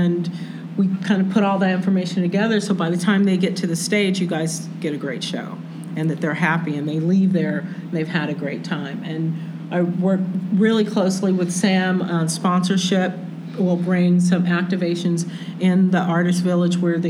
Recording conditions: live audience